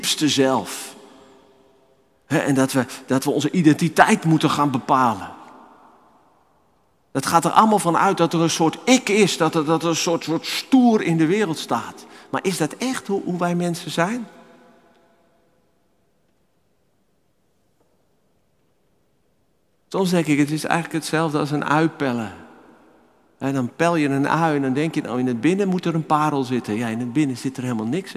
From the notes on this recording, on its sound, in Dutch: Opgenomen in de Noorderkerk te Amsterdam.